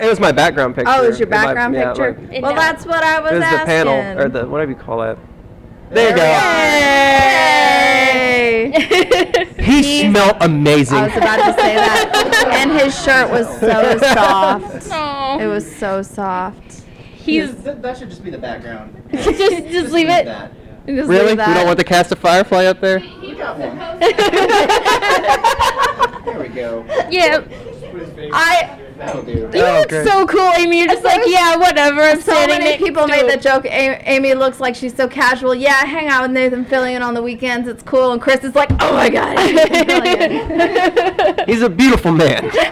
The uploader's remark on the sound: This was our first ever live recording of Quash. Recorded live from the Arkansas Anime Festival! Mic didn't work so I did my best to amplify his voice as much as I could.